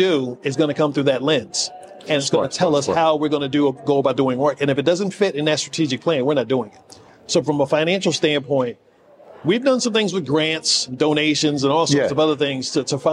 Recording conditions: busy venue